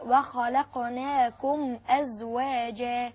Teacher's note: نوضح الميم مع الألف، لأن الميم مع الألف حكمه إظهار، إظهار شفوي، صحيح؟ فلازم نوضح الميم عشان ما تبقى زي الإخفاء، فنقول وخلقناكم أزواجا.